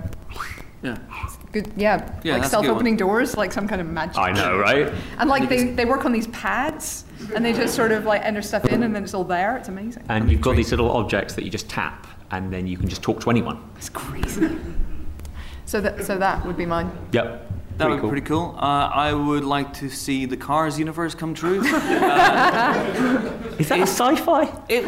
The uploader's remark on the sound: Edinburgh Live Special